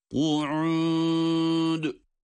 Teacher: Aleyha ku'ud. Kaf yine kalın. Ayn ve dal ince.